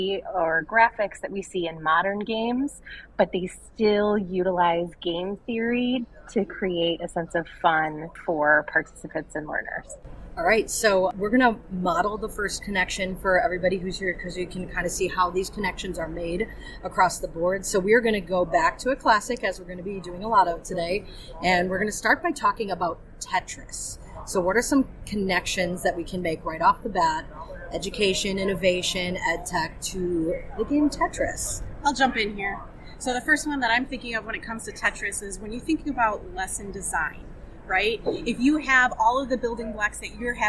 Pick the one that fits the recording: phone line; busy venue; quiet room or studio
busy venue